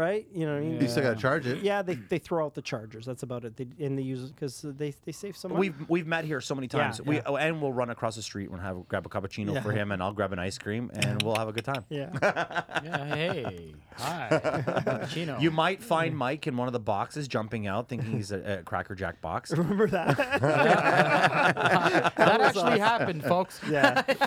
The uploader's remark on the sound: we are on location at his store Mississauga Hardware Centre just outside the Toronto core